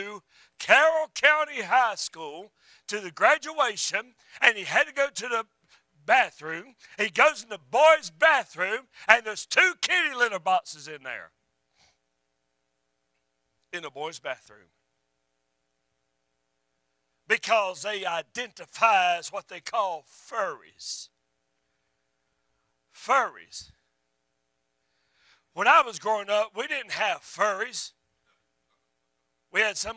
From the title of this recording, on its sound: A Message I Preached at a Supporting Church Recently